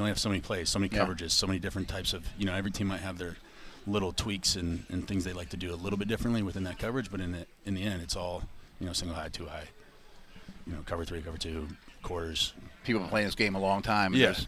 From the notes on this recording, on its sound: Live for day 4 of the Steelers OTAs.